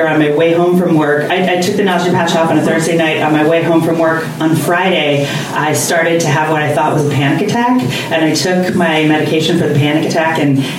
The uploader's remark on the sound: Live from Genuine Joe's